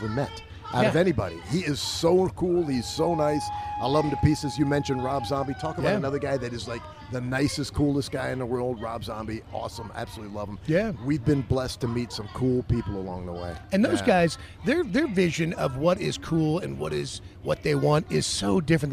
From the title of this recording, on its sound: LIVE FROM STURGIS